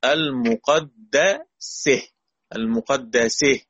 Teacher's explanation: بإمالة فتحة السين إلى الكسر، ما بين الفتحة والكسر